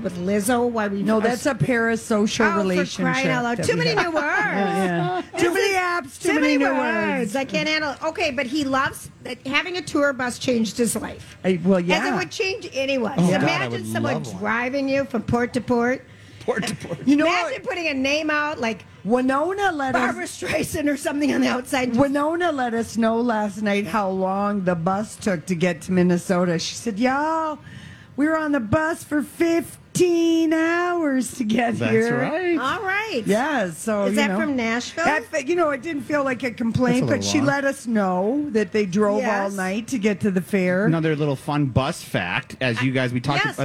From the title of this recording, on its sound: Wednesday Day 7 at the MN State Fair